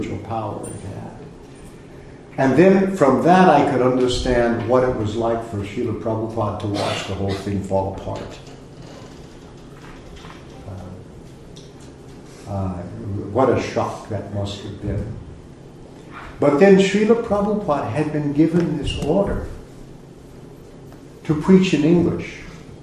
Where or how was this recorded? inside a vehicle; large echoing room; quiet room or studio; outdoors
large echoing room